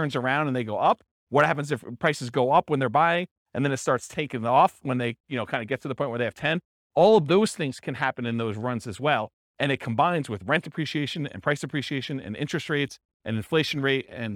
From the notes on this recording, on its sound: This was a live class recorded